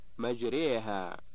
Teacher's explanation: الألف الممالة أي التي ينطق بها مائلة إلى الياء، وهي لحفص خاصة في كلمة مجريها بسورة هود.